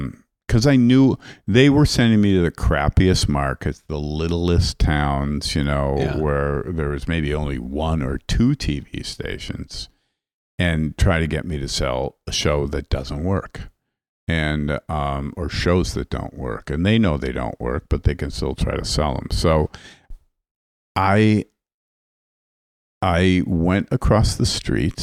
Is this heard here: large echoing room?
no